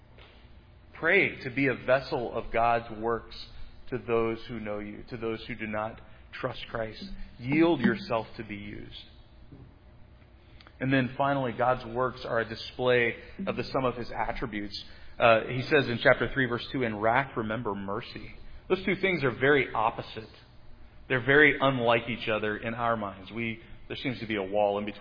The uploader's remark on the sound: Preached at Providence Church on Sunday, April 24, 2022. This sermon on Habakkuk 3 was preached at Providence Church on Sunday.